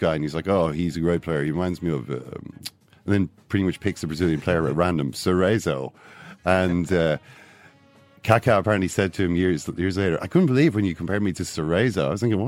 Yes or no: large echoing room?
no